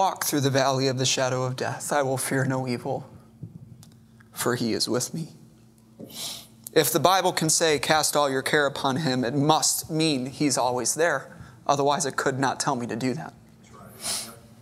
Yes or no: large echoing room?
yes